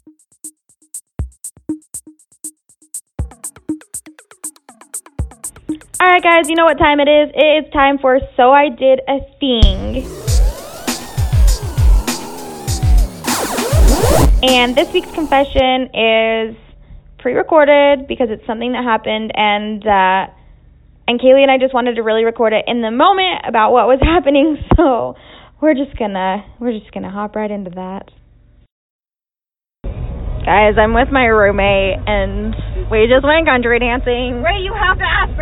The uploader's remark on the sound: The audio is a little wonky this week.